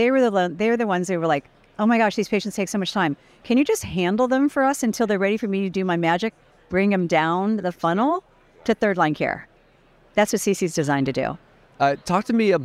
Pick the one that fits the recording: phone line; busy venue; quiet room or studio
busy venue